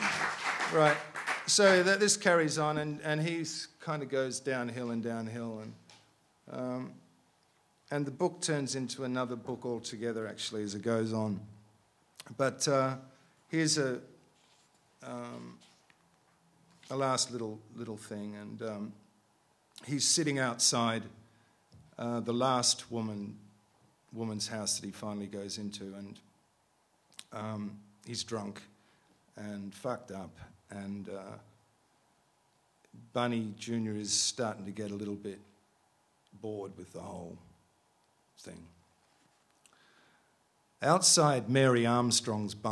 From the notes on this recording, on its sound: a rapt audience at iTunes Live: London Festival '09